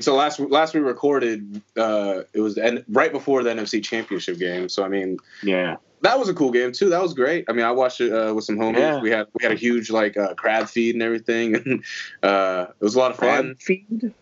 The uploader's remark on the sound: The Skype Episode. We thought we had our mics hooked up and everything but apparently not. Fortunately it did record thru our the computer mics. Sorry for the audio quality but it is what it is.